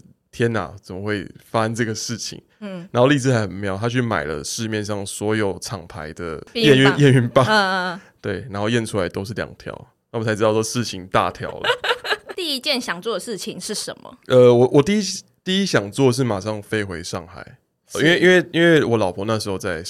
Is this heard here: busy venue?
no